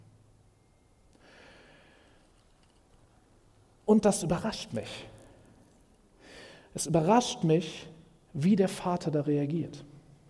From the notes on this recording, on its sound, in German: Predigt im Rahmen des GreifBar+ Gottesdienstes